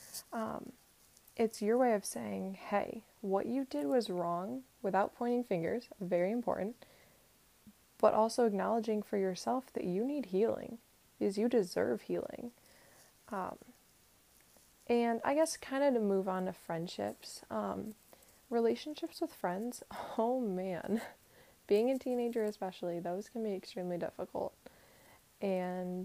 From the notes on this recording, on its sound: My mic was rubbing up against my sweater a little bit, so sorry!